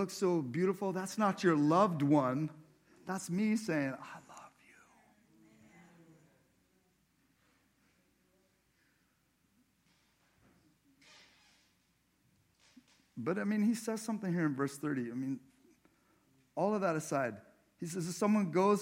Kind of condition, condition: setting, large echoing room